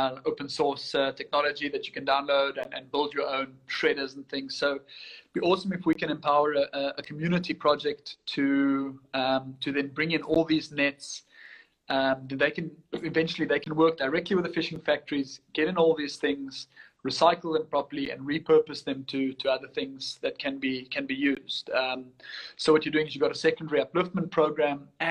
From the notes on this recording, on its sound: via Instagram Live